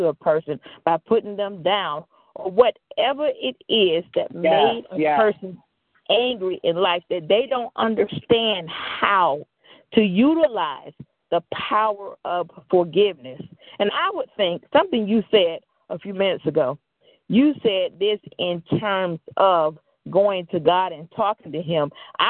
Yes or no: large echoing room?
no